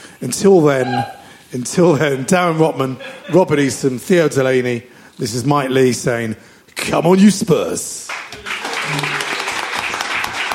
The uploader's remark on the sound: It’s another private live show for Spurs Show Season Ticket holders only. DO NOT PLAY LOUD!